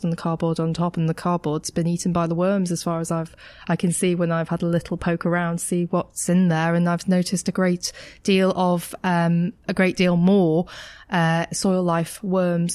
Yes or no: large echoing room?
no